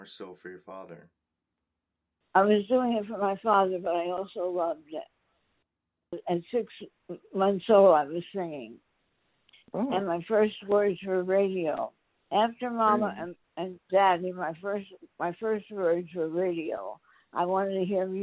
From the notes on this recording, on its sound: joins me over the phone